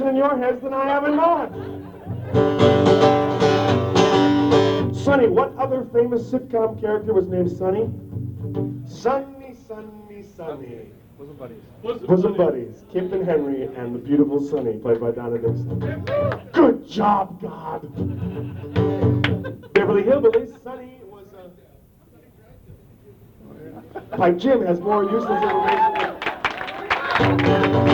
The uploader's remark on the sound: Recorded at Shank Hall 10/9/96.